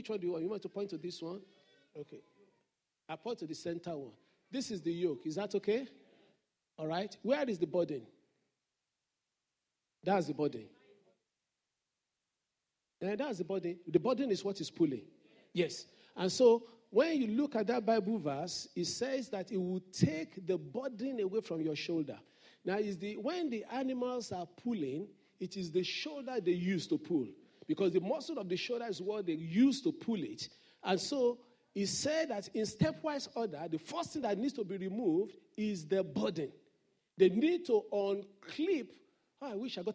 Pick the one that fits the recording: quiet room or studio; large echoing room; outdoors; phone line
large echoing room